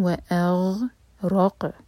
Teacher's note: وَأَغْرَقْ قاف پر قلقلہ ہوگا